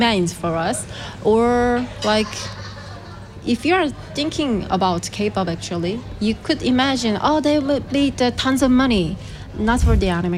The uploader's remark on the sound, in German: Festivalausgabe live aus dem Merkerareal in Baden.